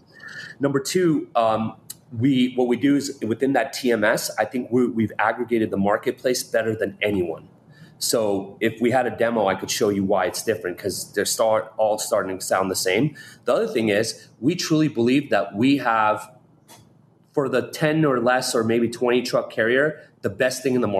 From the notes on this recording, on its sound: Live from the Enterprise Fleet Summit with Ryder and Zuum. Live at FreightWaves' Enterprise Fleet Summit.